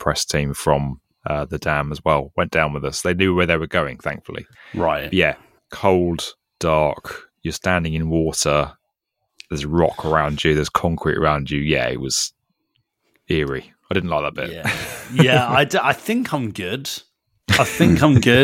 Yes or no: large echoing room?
no